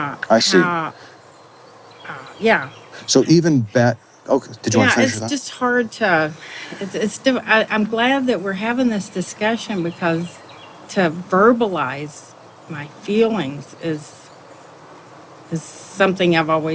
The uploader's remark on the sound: Location: San Antonio, Texas. Recorded w/Go-Pro.